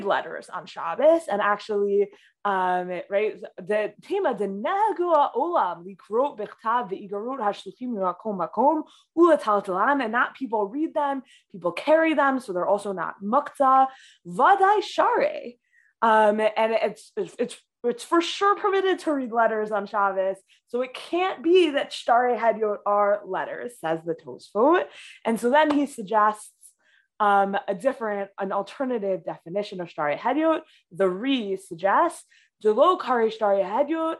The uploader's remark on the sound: This audio was originally captured from Zoom